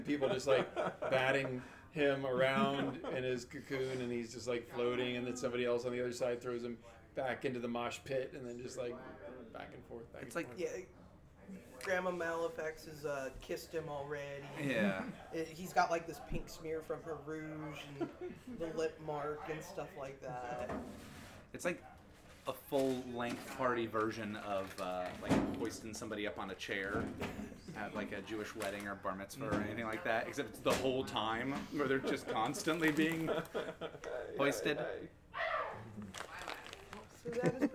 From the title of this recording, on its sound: Live from CondoCon